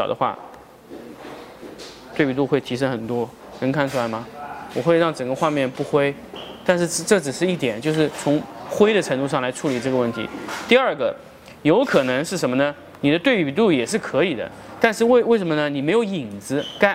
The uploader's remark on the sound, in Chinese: 成都家具workshop 现场答疑录音